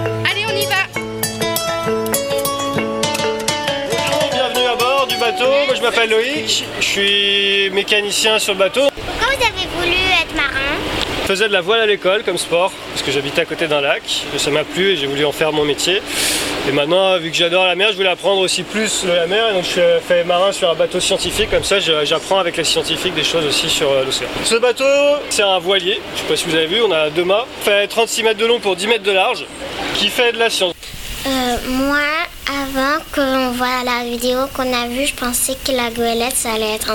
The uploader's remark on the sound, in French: Écoutez le podcast de la sortie de la classe de CM1. Laissez-vous bercer par le bruit des vagues dans cette courte virée.